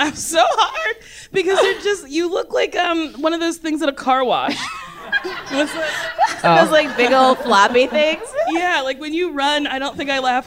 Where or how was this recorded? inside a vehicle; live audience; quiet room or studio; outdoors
live audience